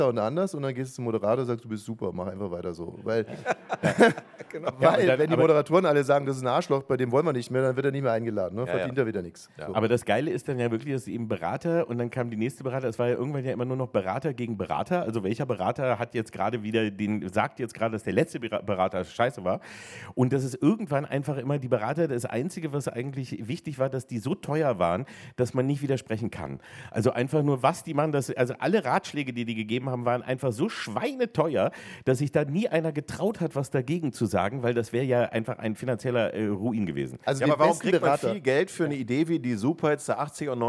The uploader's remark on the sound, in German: Live mit Publikum. Vor echten Menschen sprechen sie.